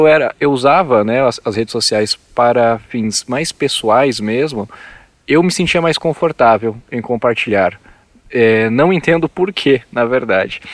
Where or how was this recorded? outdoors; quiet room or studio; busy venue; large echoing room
outdoors